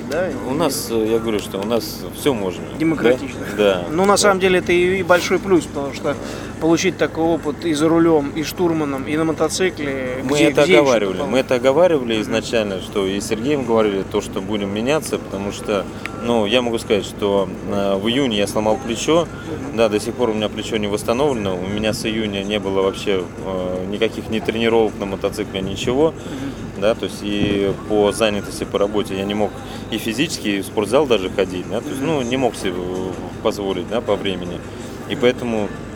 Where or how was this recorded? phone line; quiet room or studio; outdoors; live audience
outdoors